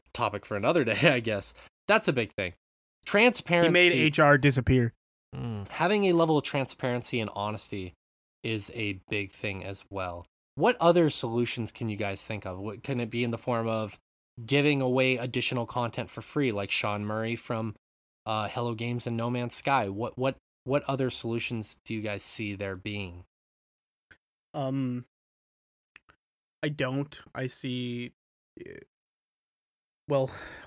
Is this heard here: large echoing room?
no